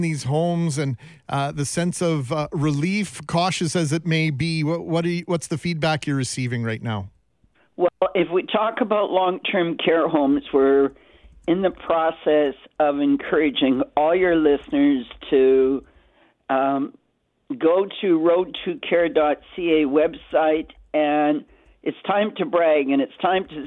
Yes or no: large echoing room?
no